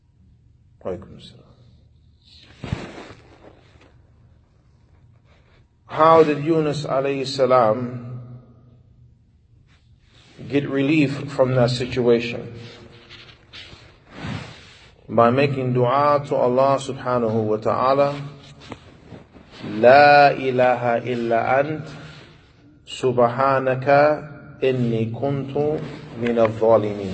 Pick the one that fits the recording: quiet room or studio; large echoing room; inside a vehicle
large echoing room